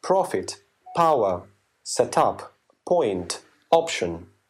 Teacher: И, наконец, P тоже произносится мягче и чуть-чуть с придыханием, буквально немного.